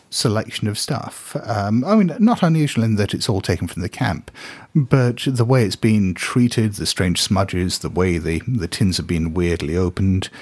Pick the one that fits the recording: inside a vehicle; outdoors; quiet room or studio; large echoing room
quiet room or studio